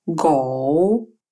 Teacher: похож на русский «г», но является глухим